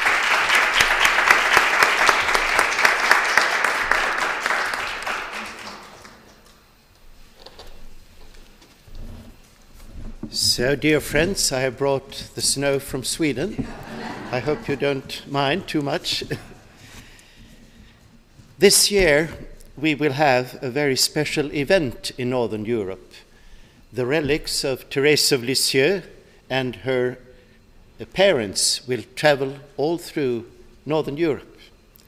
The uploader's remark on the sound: Delivered this address on March 13, 2018 at the University of Chicago's Swift Hall.